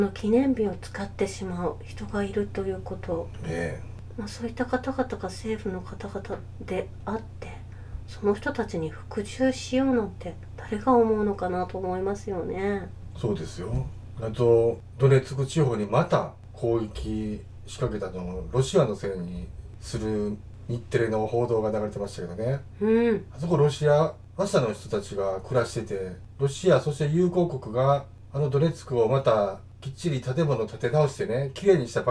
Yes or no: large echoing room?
no